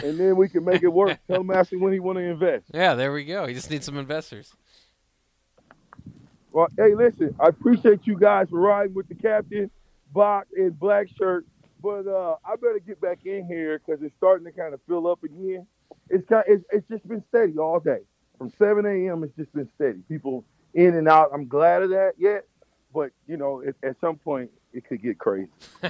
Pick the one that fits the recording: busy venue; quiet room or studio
busy venue